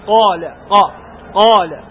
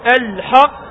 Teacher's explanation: فيه قلقلة ولكن ضعيفة، ومما تقول الحق هذه قلقلة قوية